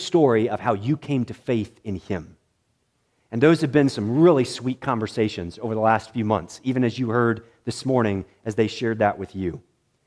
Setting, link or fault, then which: setting, large echoing room